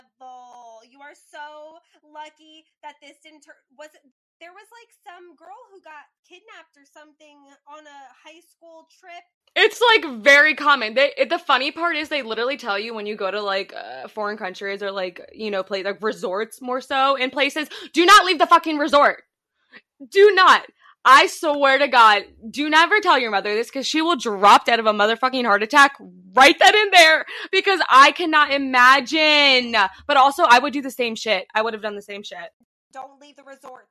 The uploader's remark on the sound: STICK WITH US, WE GET BETTER AND AUDIO GETS BETTER.